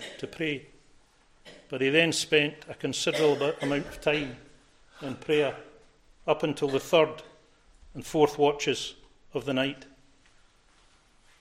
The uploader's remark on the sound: recorded at North Harris Free Church on the morning of Sunday, 31st December 2023